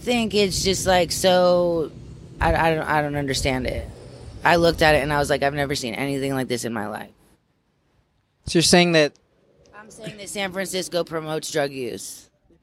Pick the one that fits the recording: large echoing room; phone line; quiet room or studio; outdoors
outdoors